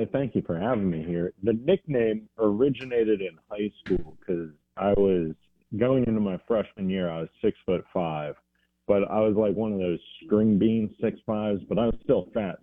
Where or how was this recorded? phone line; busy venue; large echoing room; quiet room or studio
phone line